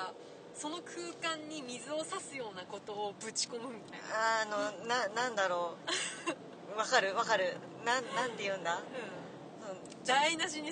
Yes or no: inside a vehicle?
yes